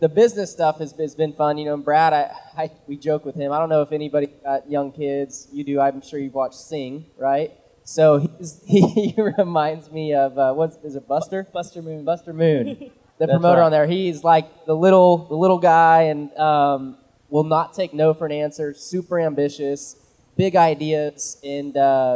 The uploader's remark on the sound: Live from Lernerville Speedway. On stage in front of the front stretch grandstands for a live taping.